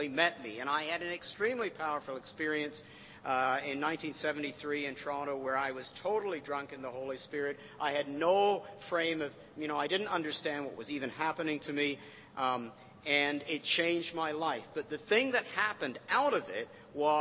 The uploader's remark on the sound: recorded at North 2013 an event organised by ChristCentral, part of Newfrontiers.